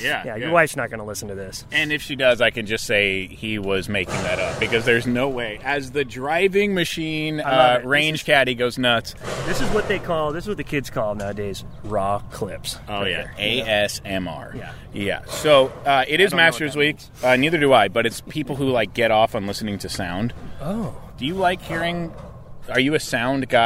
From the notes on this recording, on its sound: Live from Lake Forest GC! Their 9-hole Mustache Match live from Lake Forest GC.